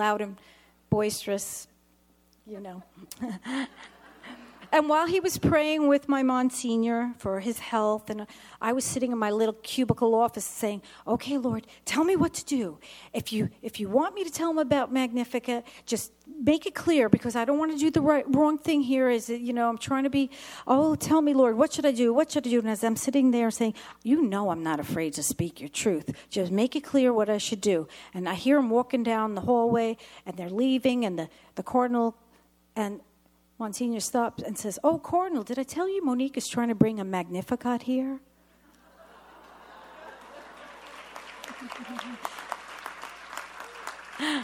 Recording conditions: live audience